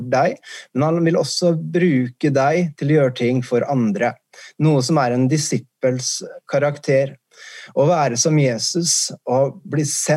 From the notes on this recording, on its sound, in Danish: C3 søndag på Zoom.